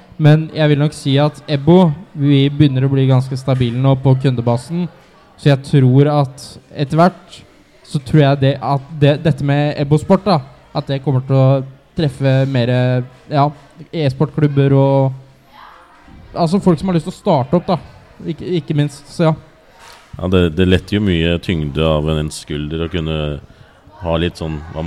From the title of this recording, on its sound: LIVE PODCAST